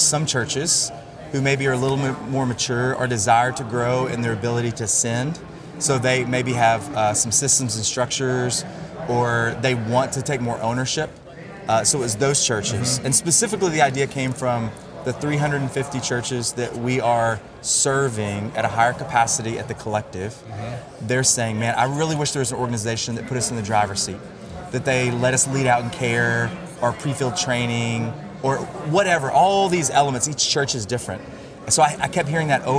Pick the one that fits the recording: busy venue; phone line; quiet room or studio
busy venue